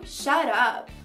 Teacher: você interrompe o som na hora de fazer o T